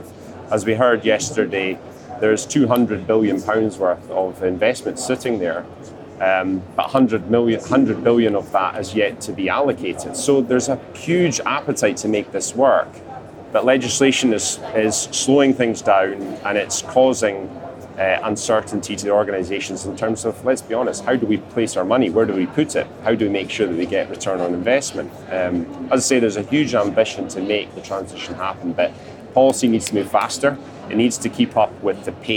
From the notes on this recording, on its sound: joins us on the show floor for day three of the Offshore Europe Conference